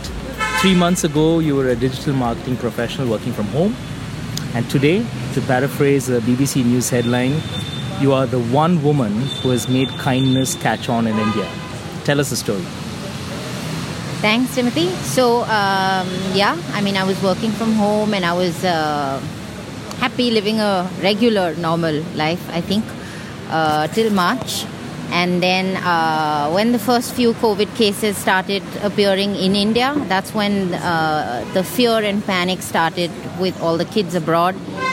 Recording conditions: sounds in the background